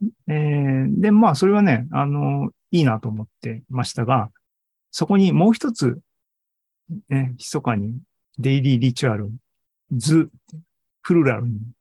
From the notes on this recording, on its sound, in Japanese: ２０２３年６月２４日に開催した ZOOMライブの模様です